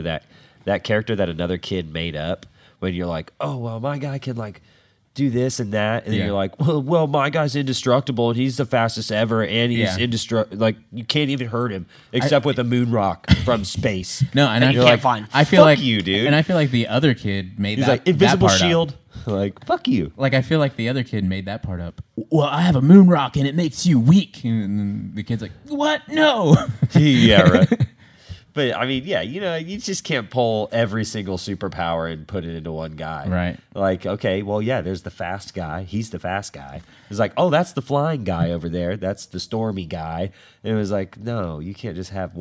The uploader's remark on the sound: Playing in Dallas at the Gas Monkey Bar and Grill.